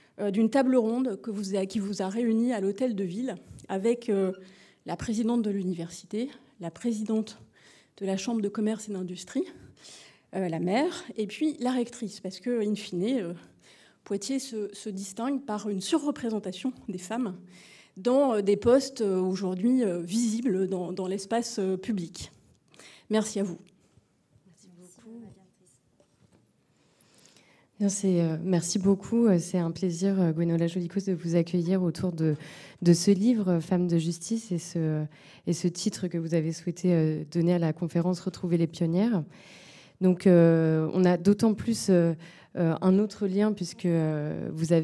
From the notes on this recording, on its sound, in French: Conférence enregistrée le 21 Septembre 2023 à l'Espace Mendès France à Poitiers